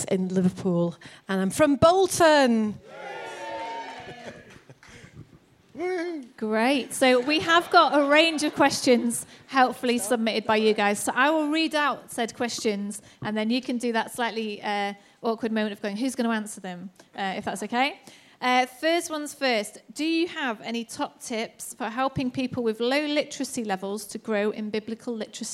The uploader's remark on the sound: Recorded at Proximity 2019.